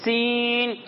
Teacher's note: اس میں سین، سیٹی کی آواز آئے گی